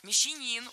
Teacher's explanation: Мещанин, ударяем третий слог.